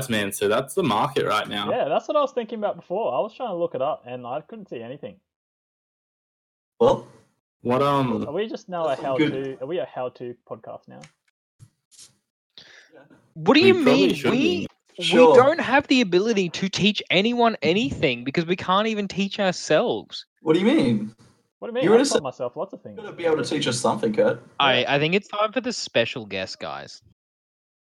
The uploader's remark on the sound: NPP episode #14 technical difficulties